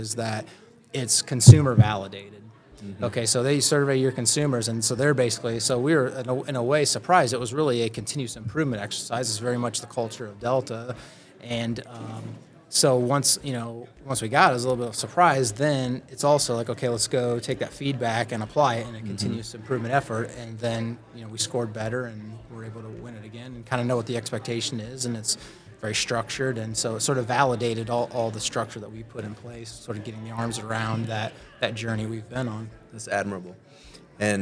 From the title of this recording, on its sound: SOCAP Spring Symposium Podcast Booth '23